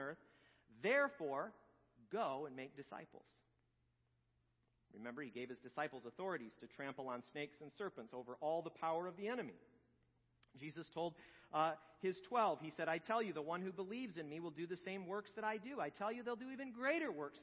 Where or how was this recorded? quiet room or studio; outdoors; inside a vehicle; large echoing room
large echoing room